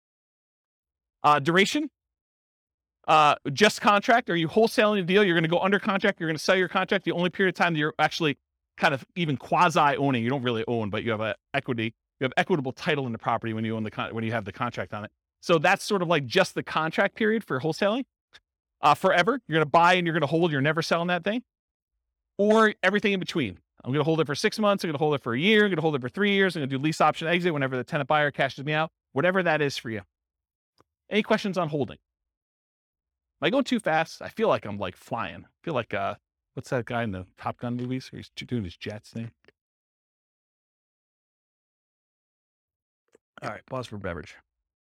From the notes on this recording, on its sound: This was a live class recorded